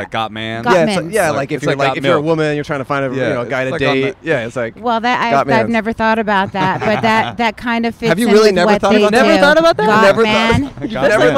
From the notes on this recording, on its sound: Recorded on Brand Blvd in Glendale, California.